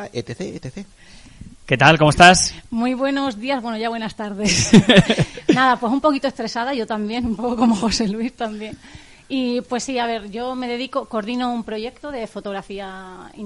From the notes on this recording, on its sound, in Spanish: La Radio del Somormujo en directo y con público desde la FIO 2022 en el Parque Nacional de Monfragüe.